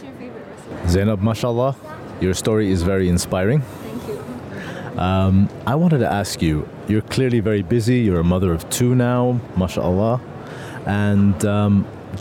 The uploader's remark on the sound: Live From SIBF 2023